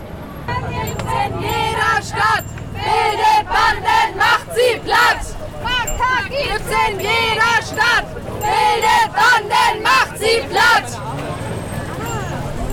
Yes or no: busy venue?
yes